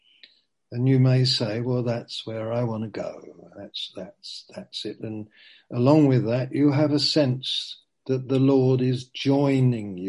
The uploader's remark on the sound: Q & A (Zoom). Teign Valley Sessions.